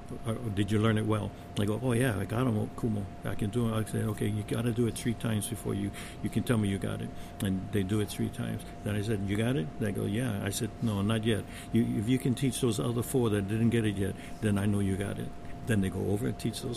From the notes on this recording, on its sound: Joins Ka Piko Podcast from the He Au Honua indigenous education conference on Maui.